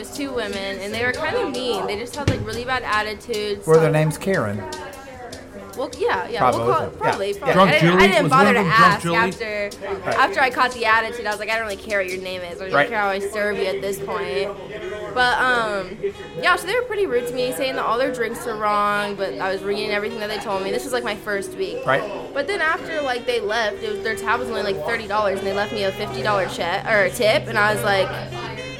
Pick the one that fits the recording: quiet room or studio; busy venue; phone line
busy venue